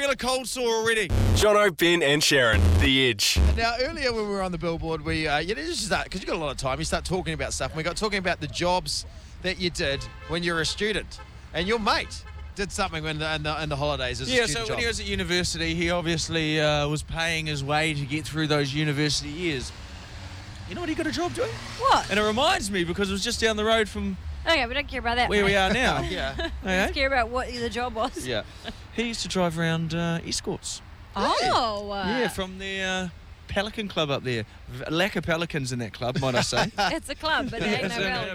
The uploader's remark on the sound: We're live from a billboard.